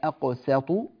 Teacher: ينبغي العناية بترقيق السين